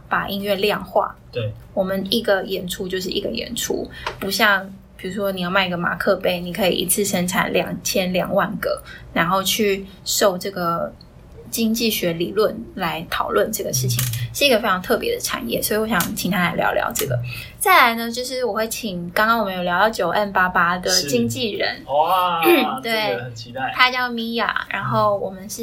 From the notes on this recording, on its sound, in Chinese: 但沒想到台中沒有適當的錄音室，臨時找到樂團練團室店家的設備卻出問題，所以最後只好用iPhone錄音，可能還會聽到鼓聲，所以本集內容聲音的品質比較傷耳請見諒。